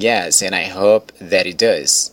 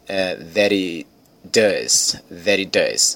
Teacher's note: O T do that tem um som meio de R aí, emendando com o I de it. Aí fica, that it does, ok?